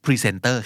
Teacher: เป็นเสียงสั้นๆสามเสียงต่อกันแต่พยางค์ที่สองถูกเน้นที่สุดนะครับ